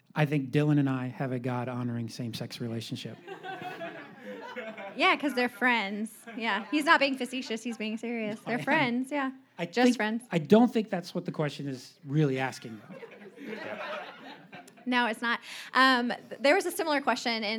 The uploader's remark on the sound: Live Q & A Sunday: 2nd Service